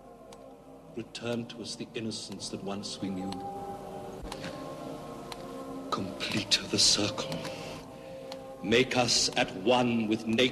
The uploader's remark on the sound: The Avebury Enigma is a guided walk, audio collage and exploration of the sacred landscape at Avebury. We walk, dowse, and record the stones and landscape.